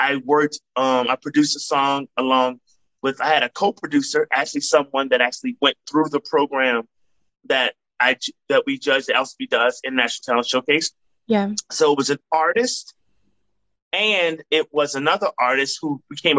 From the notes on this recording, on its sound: joined me on a Zoom